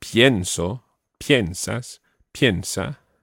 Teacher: But pienso, piensas, piensa, the stress is on the first syllable.